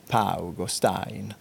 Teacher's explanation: det var förmodligen de ganska kraftigt utpräglade nordskånska diftongerna au, aj, alltså som i paug och stein, eller stoin som det hette på vissa håll.